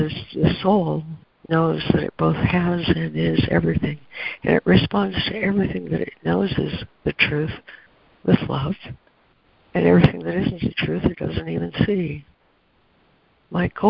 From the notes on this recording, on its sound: ACIM Daily Conference Call.